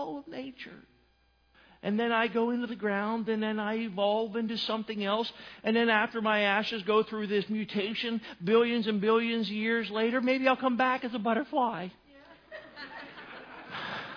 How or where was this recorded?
large echoing room